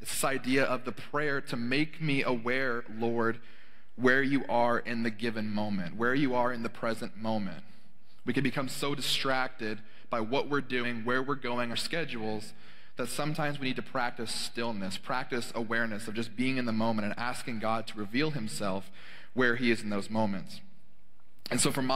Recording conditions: large echoing room